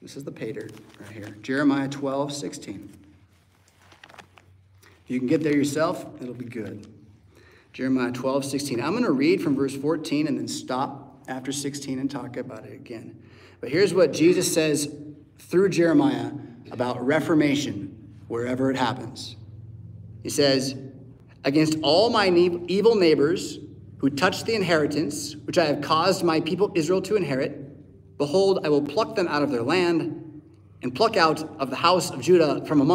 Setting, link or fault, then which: setting, large echoing room